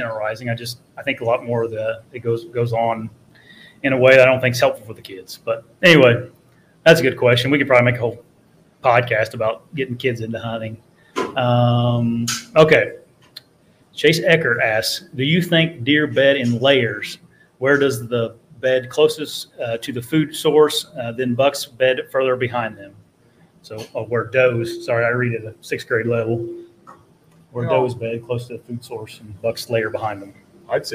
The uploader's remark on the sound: LIVE BEAST Gathering at Buck Shots Bar and Grill! Live at Buck Shots Bar and Grill in Clarkston Michigan.